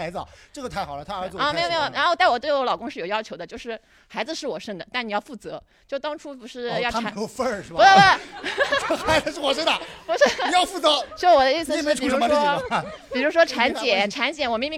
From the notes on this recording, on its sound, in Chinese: 本期节目是在现场与观众朋友们一起录制的一期关于离婚的话题。